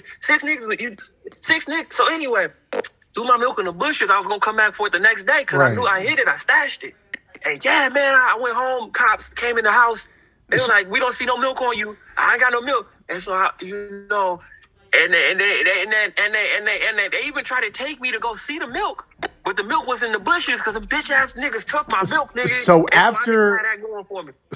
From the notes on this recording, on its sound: interviewing a prisoner straight from prison on his mobile phone